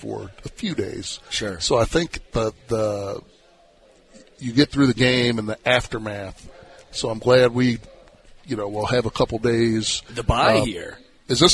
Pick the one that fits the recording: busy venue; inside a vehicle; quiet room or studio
busy venue